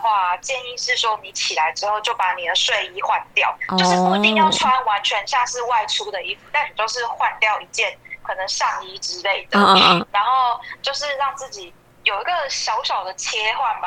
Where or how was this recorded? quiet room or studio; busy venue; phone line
phone line